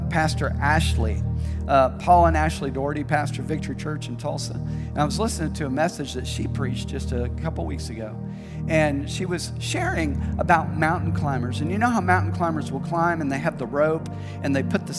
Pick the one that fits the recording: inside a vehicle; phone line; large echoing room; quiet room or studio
large echoing room